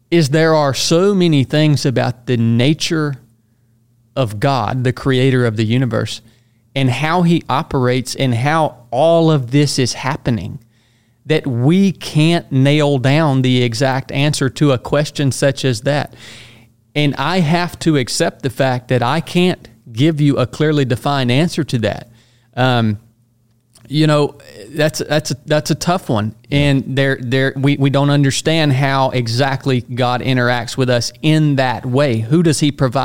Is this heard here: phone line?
no